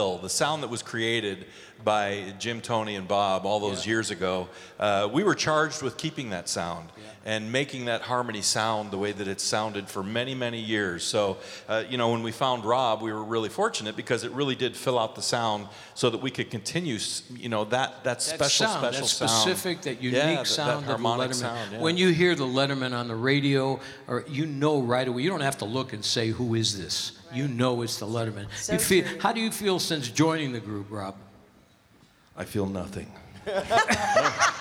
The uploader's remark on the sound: Live at the South Point Casino